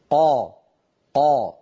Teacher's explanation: بينما الصورة التي في وسط اللوحة، نعم الحرف مستعل ولكنه ليس مطبقا، مستعل ولكنه منفتح، قا قا، ليس هناك انحصار للصوت